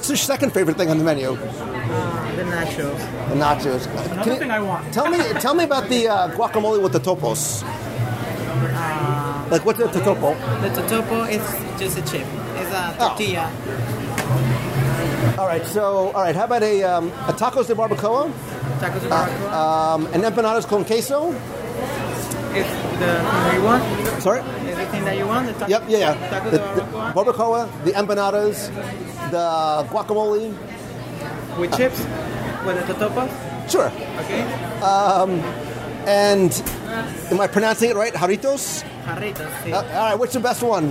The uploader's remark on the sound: Live Review of Epcot’s La Cantina de San Angel in Mexico. Join me virtually around the table as we visit Mexico in Epcot’s World Showcase for a live dining review of La Cantina de San Angel.